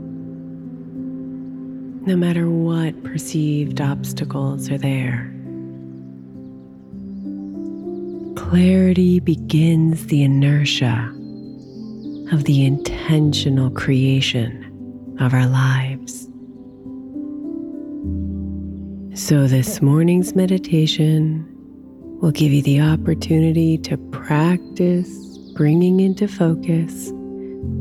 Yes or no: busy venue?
no